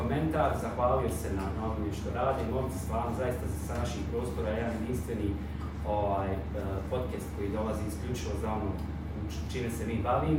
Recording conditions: poor microphone